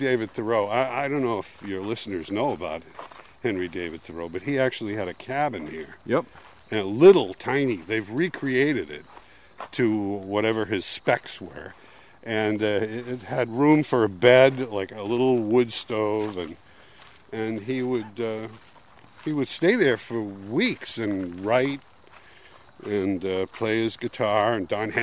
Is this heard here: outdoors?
yes